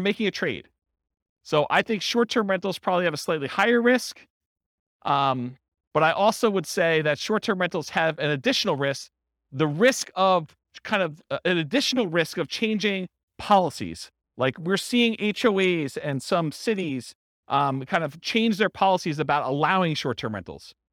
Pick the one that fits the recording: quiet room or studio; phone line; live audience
live audience